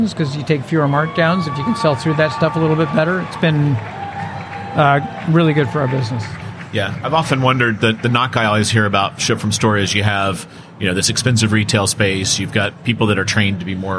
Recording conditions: busy venue